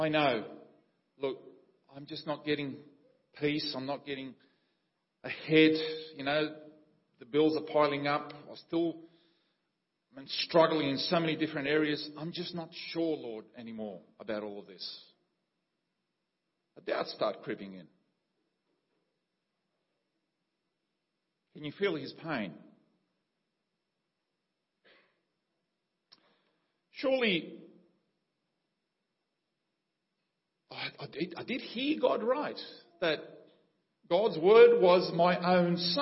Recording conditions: large echoing room